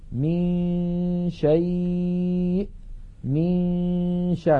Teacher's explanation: ننتقل إلى مخرج الشين وننطق غنة من الخيشوم، فإذا انتهى زمن تلك الغنة نطقنا الشين